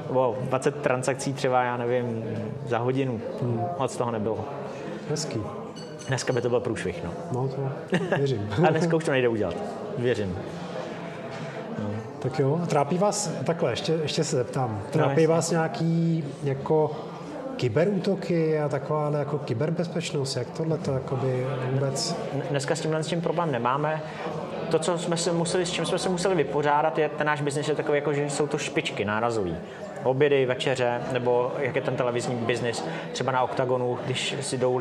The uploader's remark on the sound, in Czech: na startupovém festivalu Festup 2022, kde také vznikl tento podcastový díl